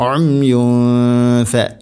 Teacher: തൻവീന് ശേഷം ഫ എന്ന അക്ഷരമാണ്, ഇഖ്ഫാം ബിഗുന്ന, അവ്യക്തമാക്കി മണിക്കണം. അമ്യു ഫ മണിക്കുമ്പോൾ ഇദ്ഗാം പോലെ തോന്നിക്കരുത്, അമ്യു ഫ അല്ല, അമ്യു ഫ.